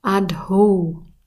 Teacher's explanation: Und das O wie auch das E sprechen wir immer lang aus. Und zusammen ist es dann Adho.